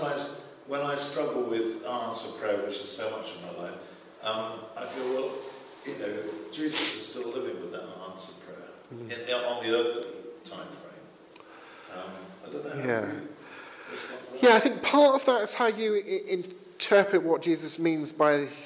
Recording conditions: large echoing room